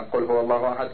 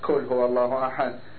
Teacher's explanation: حتى هذه الدال القاء كاف، مثلا قل هو الله أحد، كل هو الله أحد، بعض العرب يبدلون القاف إلى كاف · Shown in: second take